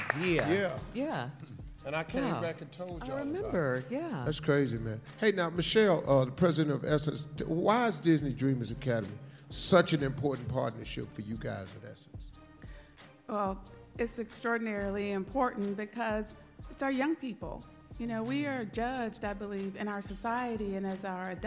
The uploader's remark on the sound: Live From Disney Dreamers Academy in Orlando